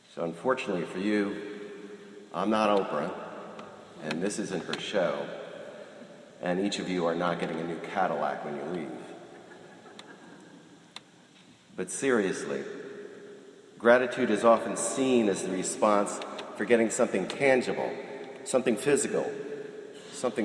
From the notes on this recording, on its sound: This morning I was invited to be a guest homilist at the Princeton Ecumenical Thanksgiving Prayer Service at the Princeton University Chapel.